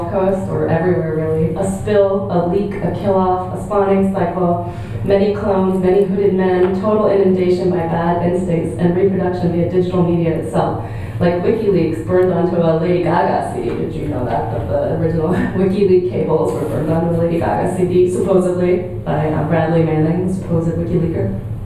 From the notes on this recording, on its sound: at the Worlds Literature Festival Salon: Monday 19th June 2011